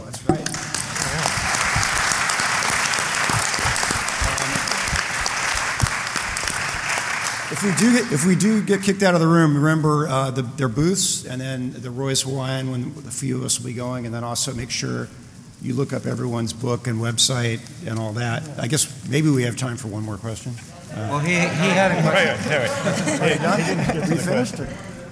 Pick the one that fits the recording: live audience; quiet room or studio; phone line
live audience